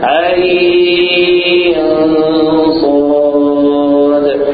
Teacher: حرف عين ينطق على ثلاثة أحرف أوسطها حرف لين، ويمد بمقدار أربع أو ست حركات من طريق الشاطبية، ويلحق بمد اللين، وذلك في إذا اتفقنا على أن سنقص لكم إلى سهولة على الحروف التي تمد ست حركات.